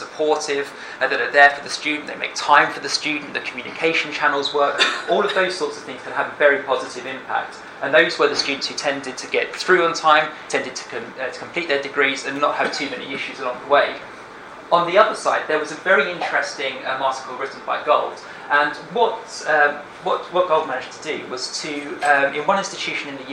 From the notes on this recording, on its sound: speaks at the SRHE Network event Perspectives on Submission and Completion of the Doctorate